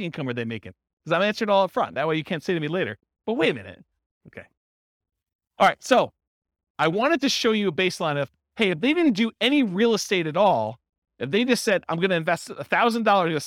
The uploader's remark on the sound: This was a live class recorded